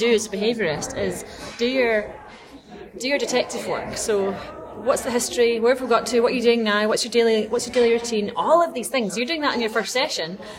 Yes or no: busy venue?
yes